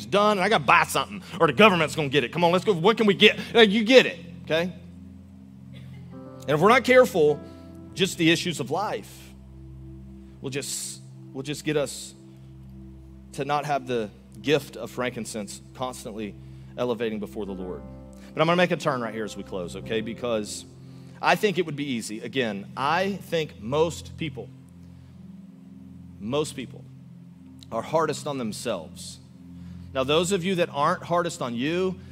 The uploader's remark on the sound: Recorded live on December 17, 2023 at Church On The Rock